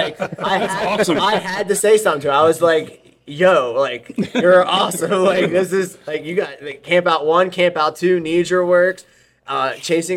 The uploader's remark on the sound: TST On Tour 3: Beef's Bar